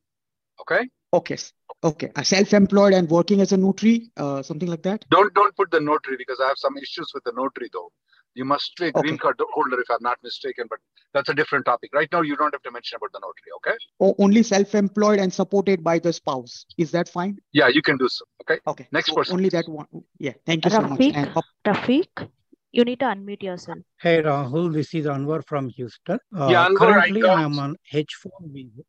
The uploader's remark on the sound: Conference Call May 2nd 2023